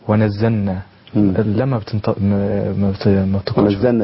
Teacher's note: في بعض ايضا الاخطاء الشائعه الناس بتقول ونزلنا لما نزلنا بيضربوا اللام في النون